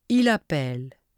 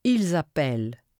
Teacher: the linking of the final S of the plural pronoun to the first part of a verb that begins with a vowel · Shown in: second take